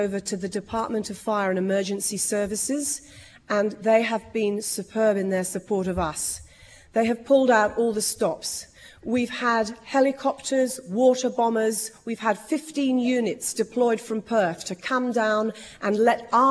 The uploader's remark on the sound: RAW - Esperance Community Meeting. This is the full audio from the Community Meeting held for the Esperance fires.